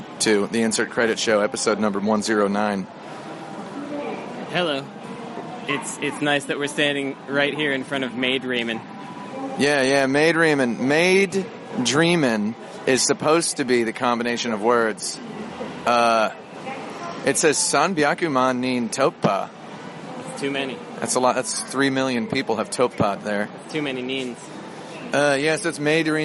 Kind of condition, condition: setting, outdoors